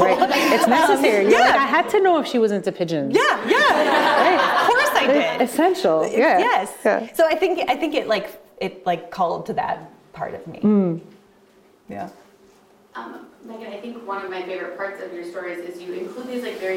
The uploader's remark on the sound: We are sharing a recording of a conversation from the 2023 Annual Scientific Meeting of the Minnesota Chapter of ACP.